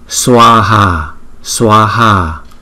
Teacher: Hai chữ a này có dấu gạch trên đầu, chúng ta đọc mỗi chữ a là hai nhịp